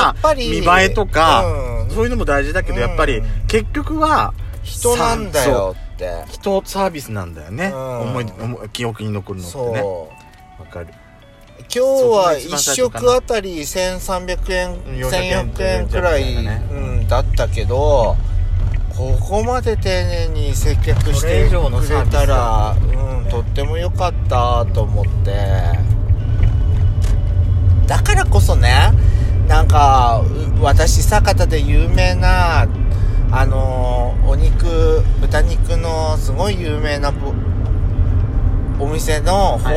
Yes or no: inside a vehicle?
yes